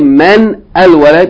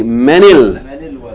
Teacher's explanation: You have to put kasra on the noon instead of sukoon. · Shown in: second take